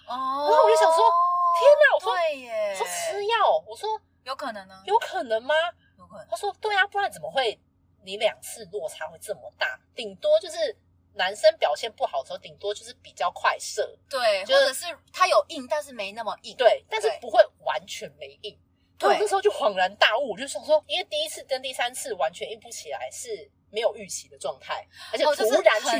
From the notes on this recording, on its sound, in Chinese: 音質較差請見諒